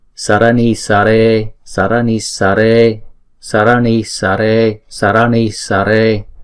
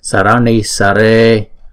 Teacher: Chữ N này chúng ta uốn cong lưỡi và búng ra ha